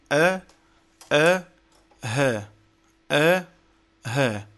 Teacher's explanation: أقصى الحلق، وهي منطقة الأوتار الصوتية، ويخرج منه الهمزة والهاء